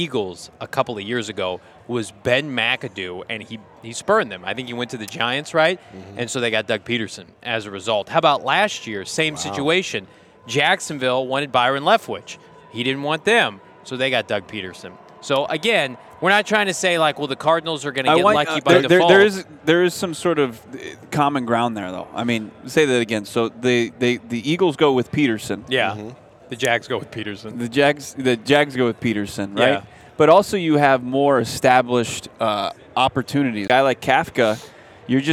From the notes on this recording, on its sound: LIVE from Radio Row